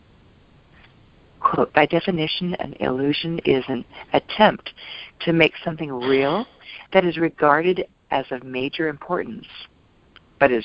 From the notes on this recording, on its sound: ACIM Daily TEXT Conference Call.